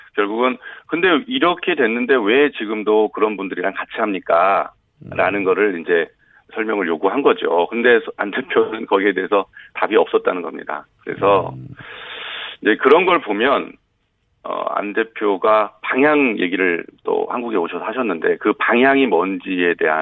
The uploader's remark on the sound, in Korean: 전화연결